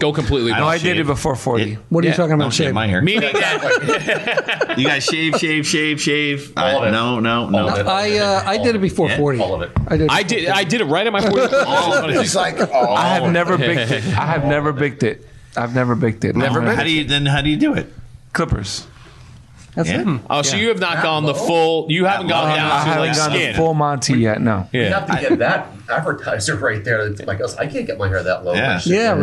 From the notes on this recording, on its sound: Live from Asbury Park